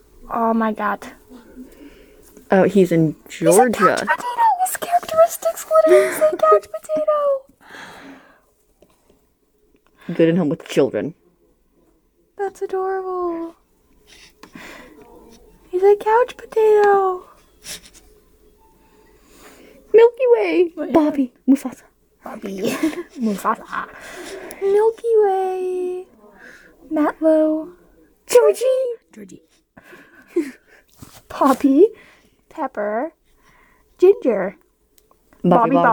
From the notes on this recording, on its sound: we had to record in the library so there were some background noises